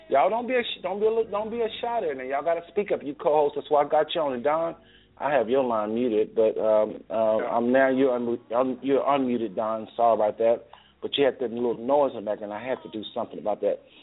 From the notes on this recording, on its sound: we open up the phone lines to hear from your family